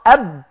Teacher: الباء مخرج محقق أب لأنها طالعة من الشفتين